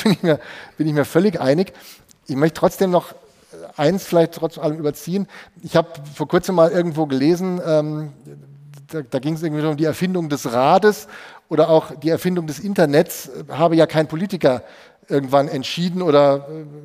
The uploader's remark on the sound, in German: Live aus Freiburg. Die Rechtsanwaltskammer Freiburg hat uns eingeladen, während der Kammerversammlung eine Live-Episode von (R)ECHT INTERESSANT!